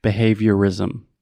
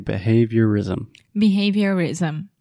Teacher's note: So imagine the ism is actually a rism.